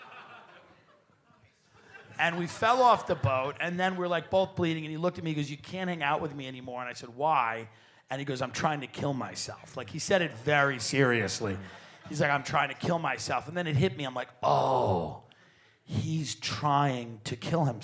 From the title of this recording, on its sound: Live From Cleveland